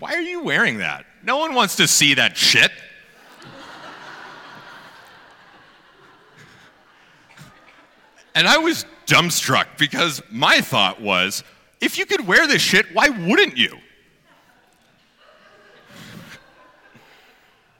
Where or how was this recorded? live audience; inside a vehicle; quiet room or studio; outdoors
live audience